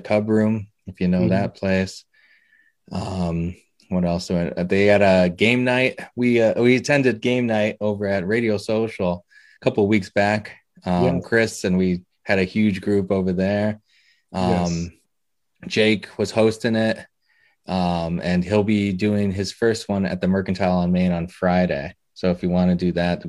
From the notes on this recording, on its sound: Record Live on Zoom